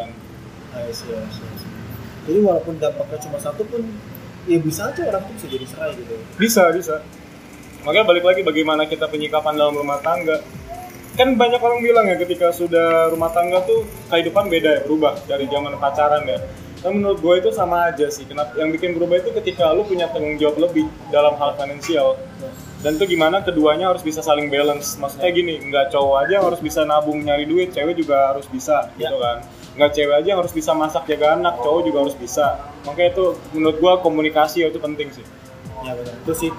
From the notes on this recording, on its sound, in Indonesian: Noise yang agak menggangu mohon maaf ya.